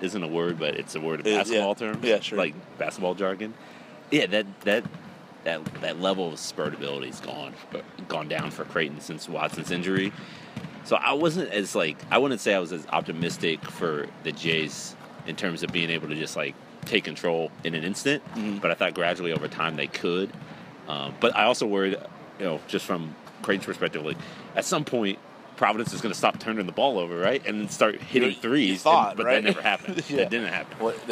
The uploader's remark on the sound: Live from the Big East Tournament in NYC.